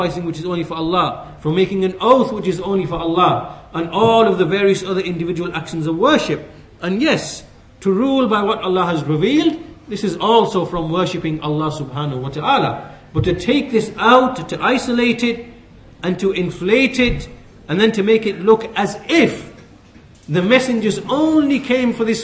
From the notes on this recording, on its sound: at the Leeds, The Correct Path conference